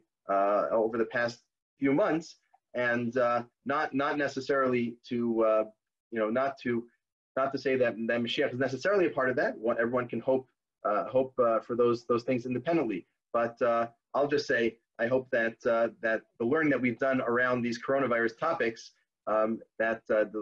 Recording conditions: video call